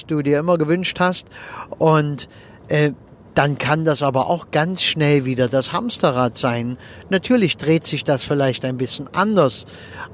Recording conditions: inside a vehicle